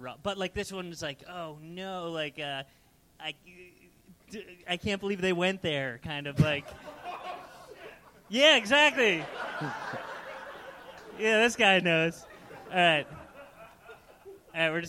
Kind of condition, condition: setting, live audience